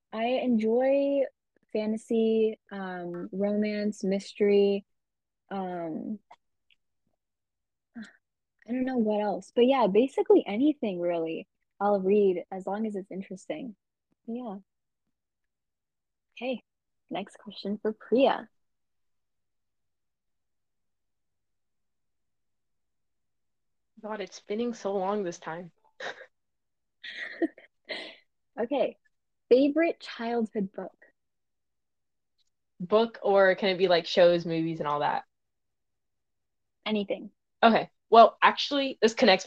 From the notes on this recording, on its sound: DISCLAIMER: This is our first time recording anything close to a podcast, so the audio and editing is a bit spotty.